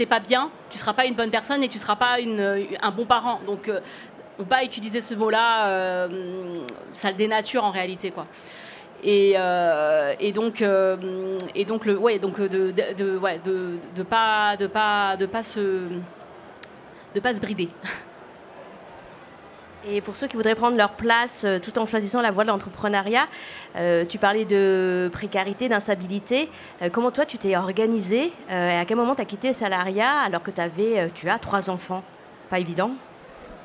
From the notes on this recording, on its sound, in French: C’est la retransmission d’un enregistrement réalisé en public lors du Printemps du Podcast, organisé par le Ground Control à Paris.